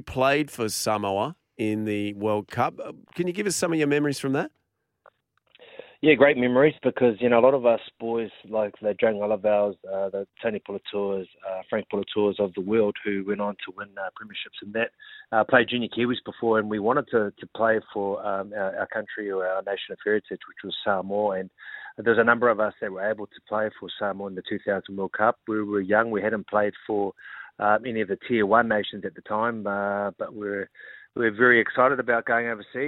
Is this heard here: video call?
no